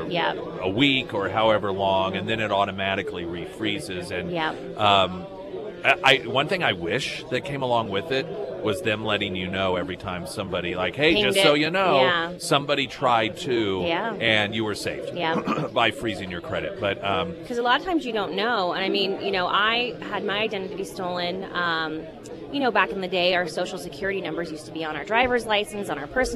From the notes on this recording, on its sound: live at Scramblers Diner for the KSGF Heroes Veterans Breakfast